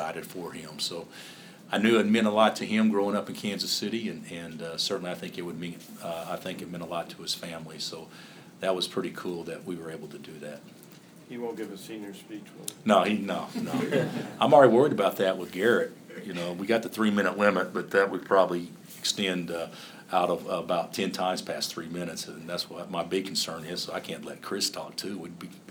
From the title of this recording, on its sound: Press Conferences & Post-Game Interviews